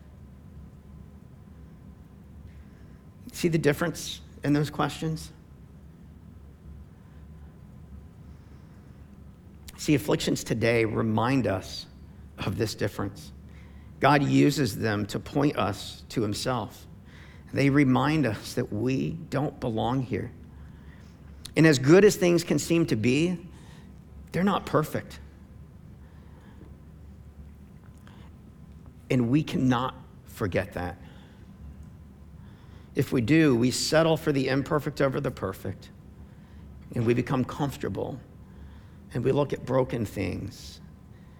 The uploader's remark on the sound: preached on November 22, 2015 at Veritas Tri-Village